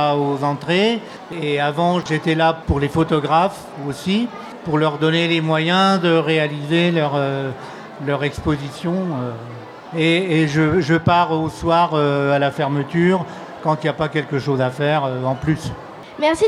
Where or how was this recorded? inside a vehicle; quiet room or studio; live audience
live audience